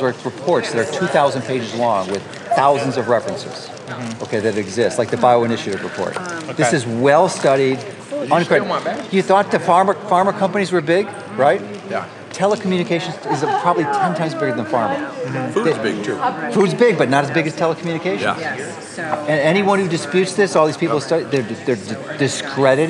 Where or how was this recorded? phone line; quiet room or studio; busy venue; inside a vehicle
busy venue